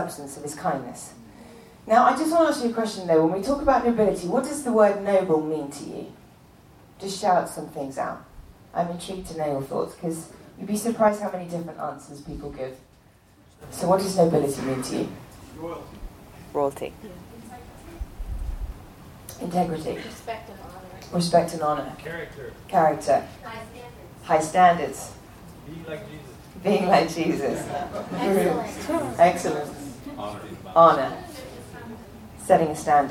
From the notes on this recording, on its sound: A talk recorded live in front of students at Bethel Church in Redding, CA.